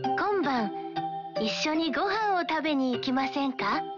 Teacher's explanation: L'invitation est formée en changeant le mas d'un verbe à la forme en mas en masen et ajouter ka à la fin avec une intonation montante